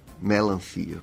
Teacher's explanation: os dialetos do Nordeste têm uma característica muito forte que a gente chama de abertura das vogais pré-tônicas, né? Você fala melancia, por exemplo.